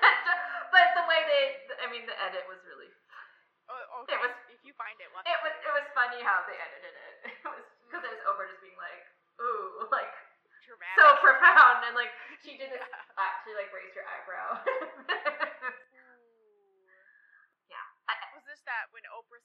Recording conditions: poor sound quality